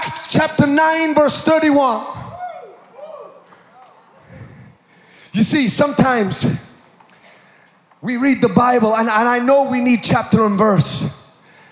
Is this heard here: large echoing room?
yes